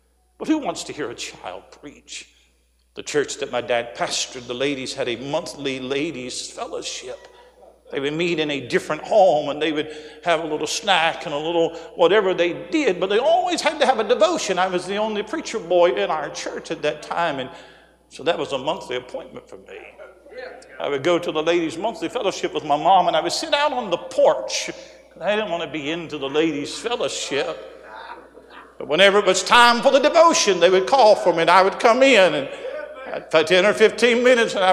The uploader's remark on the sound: A sermon preached Thursday Evening during our Spring Jubilee, on March 30, 2023.